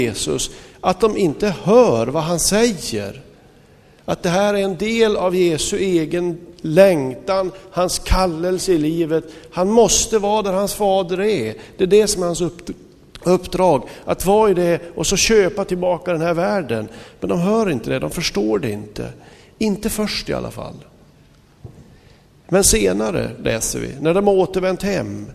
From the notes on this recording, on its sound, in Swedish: Inspelad i Smyrnakyrkan, Göteborg 2005-05-08.